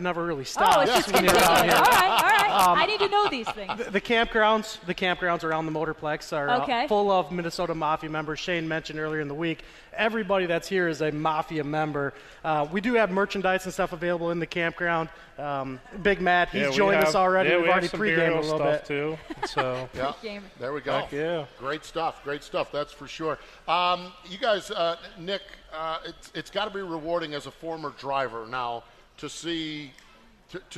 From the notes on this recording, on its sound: From the AGCO Jackson Nationals. Broadcast live from Jackson Motorplex.